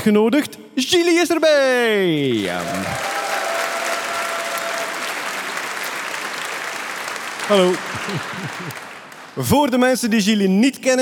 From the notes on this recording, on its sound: Nerdland Special: Science Comedy (Live in Captain Comedy Club).